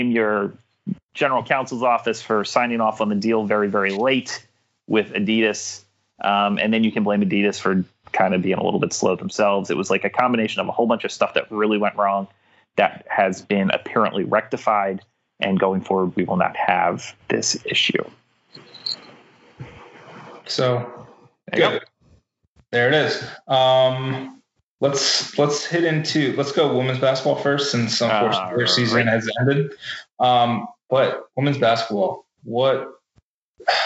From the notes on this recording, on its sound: via Skype